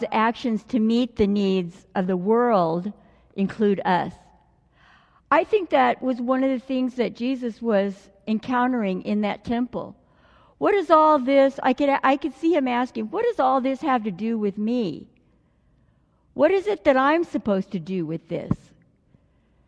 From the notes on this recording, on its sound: delivered during the Traditional Worship service